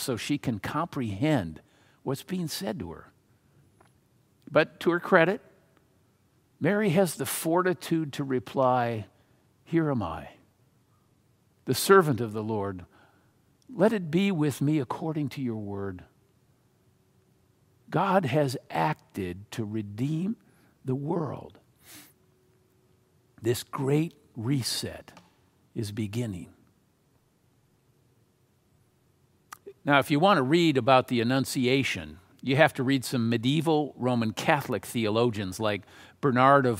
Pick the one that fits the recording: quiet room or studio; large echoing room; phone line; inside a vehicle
large echoing room